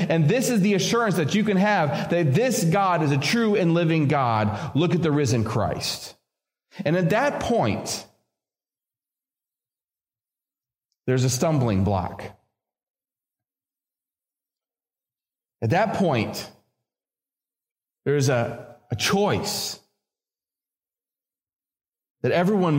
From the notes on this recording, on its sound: This episode features a sermon originally preached at Community Evangelical Free Church of Harrisburg, Pa.